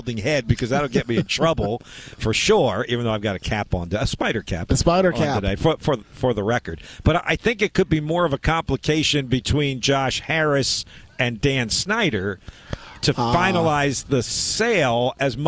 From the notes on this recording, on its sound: live from Colonial Downs